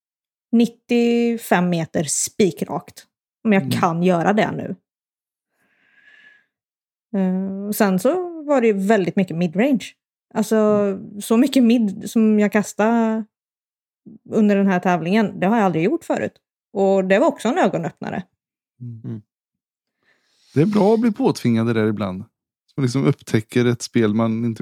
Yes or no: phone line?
no